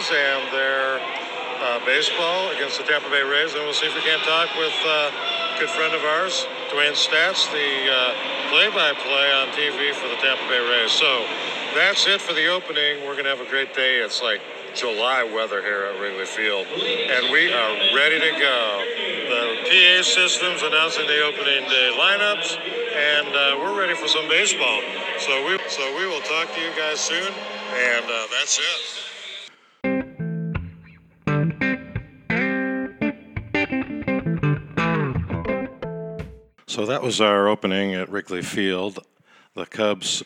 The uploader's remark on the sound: opens the show live from Wrigley on Opening Day